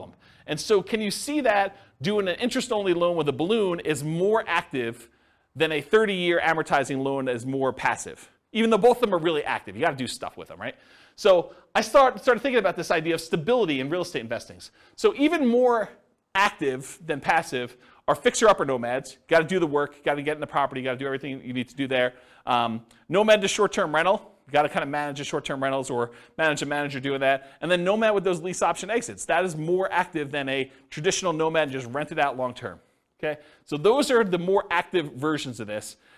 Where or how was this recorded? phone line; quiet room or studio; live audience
live audience